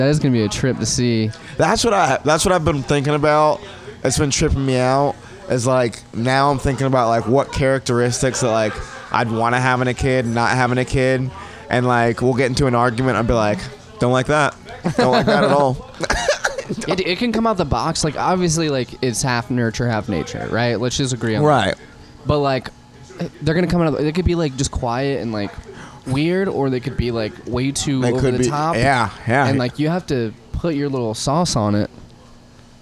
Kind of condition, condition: setting, busy venue